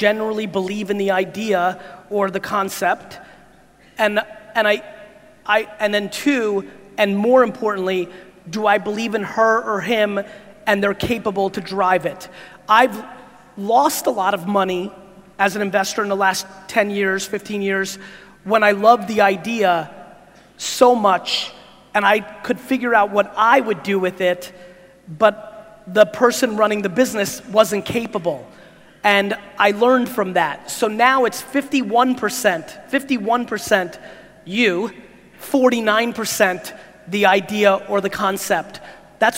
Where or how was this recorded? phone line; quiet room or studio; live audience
live audience